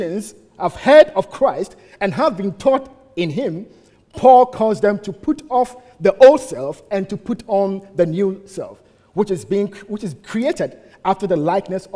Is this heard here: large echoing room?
yes